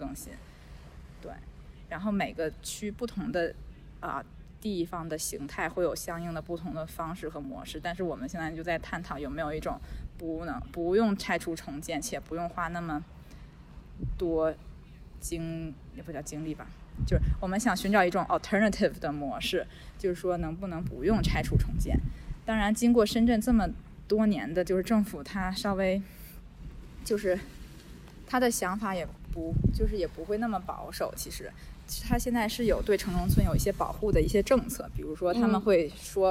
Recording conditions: outdoors